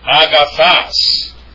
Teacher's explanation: with the accent on the omicron